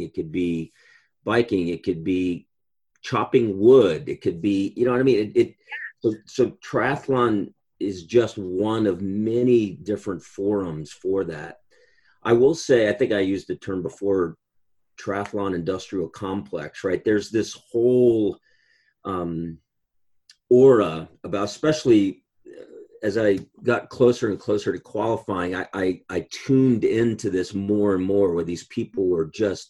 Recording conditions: video call